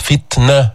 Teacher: إنما أموالكم وأولادكم فتنة، هيك الهمس، فتنة، حرف شديد التاء، جبت الشدة بعدين طلعت النفس، جبت الهمس